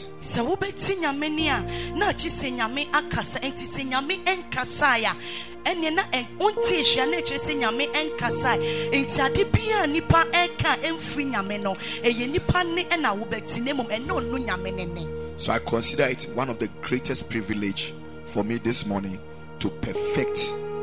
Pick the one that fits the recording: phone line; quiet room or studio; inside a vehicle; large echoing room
large echoing room